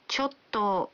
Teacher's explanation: stretching out the ending and weakening the pitch to say ちょっと creates the nuance that you're reluctant to say what you have to say. It's often used for declining an offer or invitation.